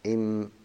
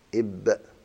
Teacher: فالميم والباء مخرجهما شفوي، الميم بضم الشفتين دون فتح، إم، والباء بضم الشفتين بعد وفتح، إب.